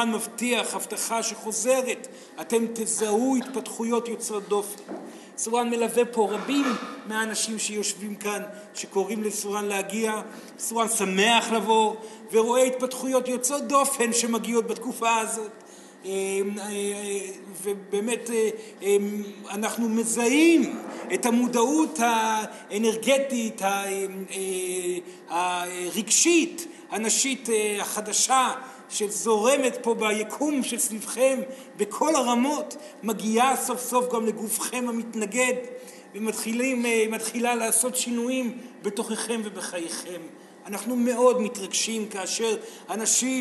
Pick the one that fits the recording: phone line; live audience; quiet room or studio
live audience